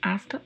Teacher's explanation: o H não tem som, assim como no português, então pronunciamos asta mesmo.